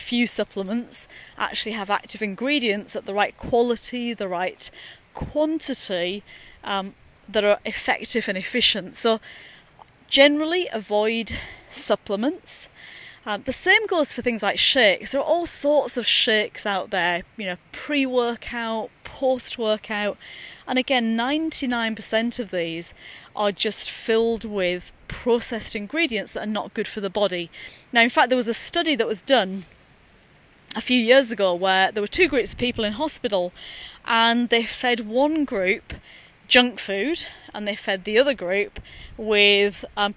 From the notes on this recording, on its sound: recorded during daily walks